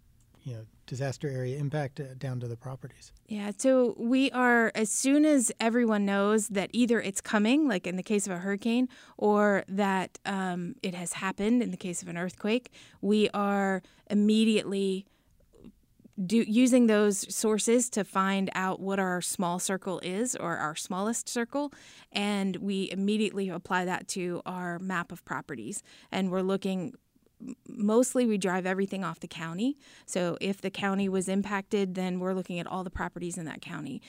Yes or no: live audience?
no